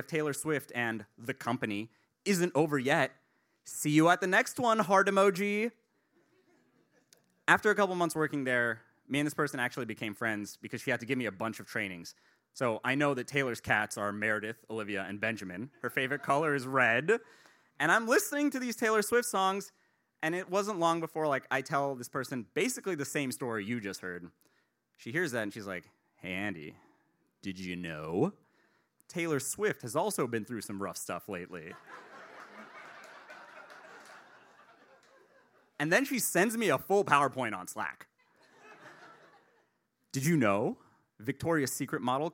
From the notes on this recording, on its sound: The First Time is a live lit and music series recorded at Martyrs in Chicago's North Center neighborhood